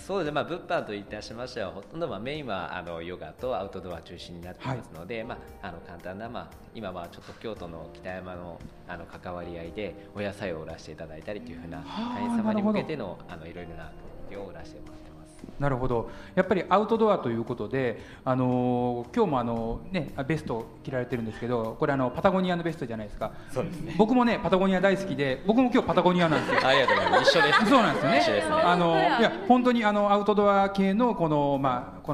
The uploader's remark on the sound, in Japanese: 公開収録。1000KITA（千本北大路）で開催された平成28年度「第2回センキタフェスタ」～センキタで北区の魅力を再発見～でRADIO MIX KYOTO 公開生放送＆番組制作ワークショップ（地域防災）を実施しました！サテライトスタジオ（千本北大路 1000KITA STUDIO）。